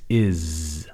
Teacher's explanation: in is, it's like a z sound, like the sound a mosquito makes.